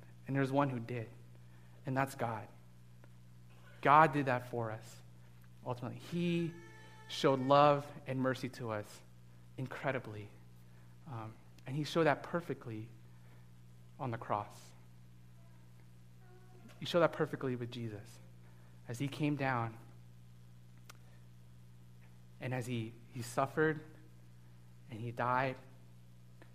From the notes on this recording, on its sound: delivered this message as a guest speaker at Fellowship Church of Burbank